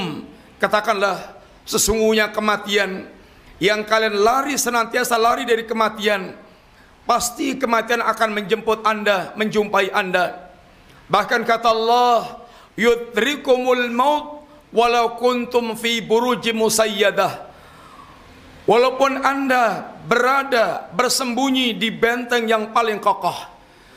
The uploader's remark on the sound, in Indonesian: Ini adalah rekaman live Khutbah Jumat.